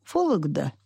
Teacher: произносят безударный звук, различимый все-таки ближе к О или ближе к А · Term: окают